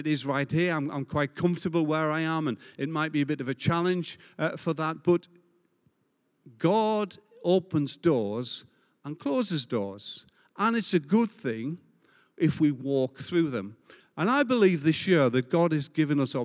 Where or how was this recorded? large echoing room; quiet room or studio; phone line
large echoing room